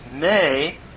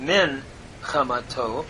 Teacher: So we have compensatory lengthening from a hirik to a tzere · Shown in: first take